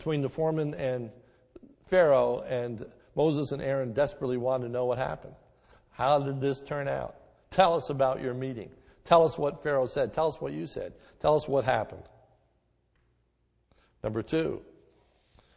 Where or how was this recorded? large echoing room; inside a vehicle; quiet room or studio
large echoing room